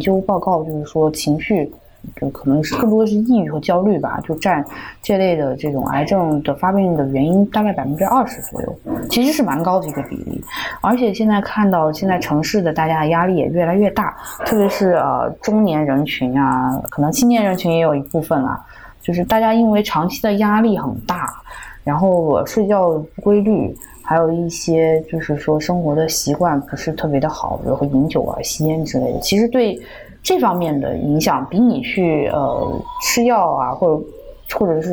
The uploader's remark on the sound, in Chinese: 由于嘉宾人在海外，本期节目连线录制，有部分杂音，给大家造成收听的不适还请谅解！